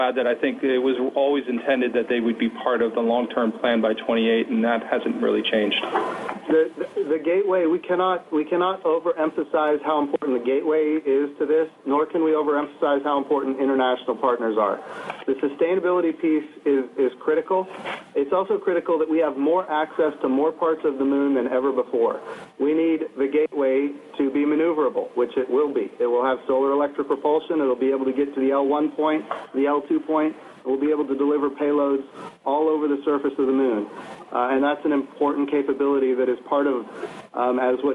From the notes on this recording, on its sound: NASA contacted the media on short notice late in the afternoon saying a teleconference was being scheduled for the early evening